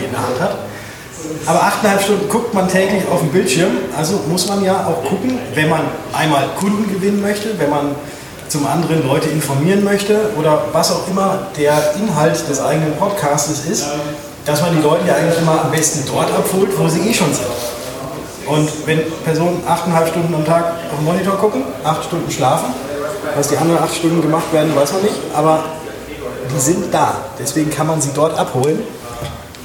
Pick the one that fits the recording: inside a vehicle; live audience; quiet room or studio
live audience